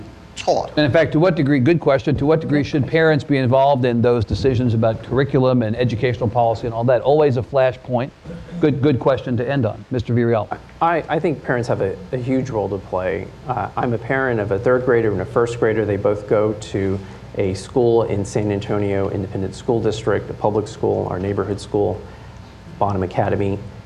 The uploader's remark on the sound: Hot Seat conversation at Trinity University in San Antonio